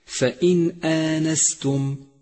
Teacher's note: النون الساكنة ثم جاءت بعدها الهمزة، والهمزة حرف من حروف الإظهار، فالواجب هنا أن تظهر النون بكل وضوح